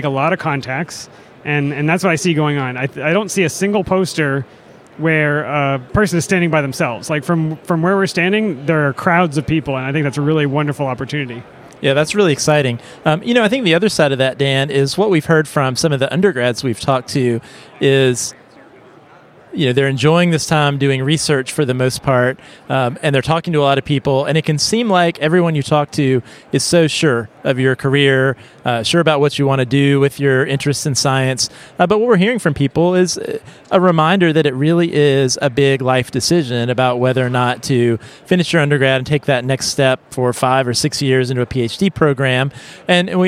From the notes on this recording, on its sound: Society for Neuroscience 2023 – LIVE! We chatted with students, postdocs, and faculty. We recorded this special update from the hall of posters and vendors.